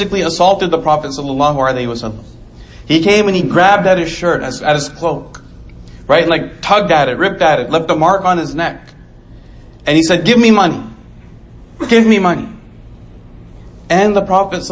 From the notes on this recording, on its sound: Delivered 8/23/2019 Islamic Center of Coppell